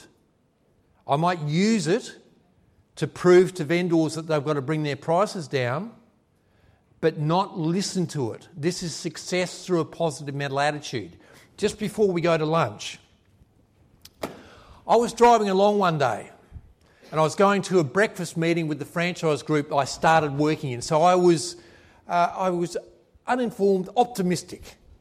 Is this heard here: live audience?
yes